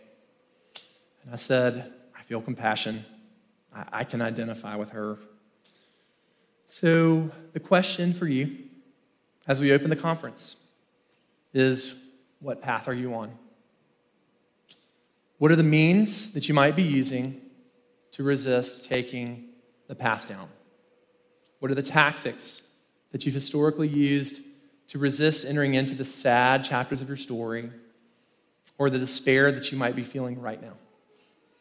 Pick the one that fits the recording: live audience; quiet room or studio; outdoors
live audience